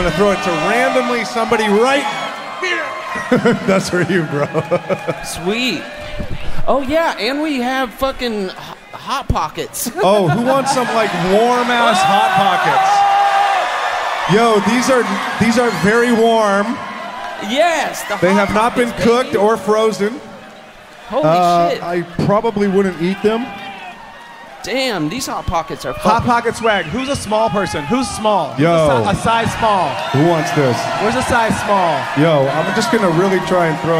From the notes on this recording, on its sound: Live From Cleveland!